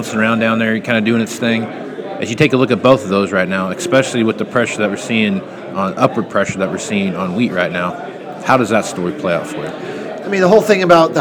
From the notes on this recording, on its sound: live at the Moving Iron Summit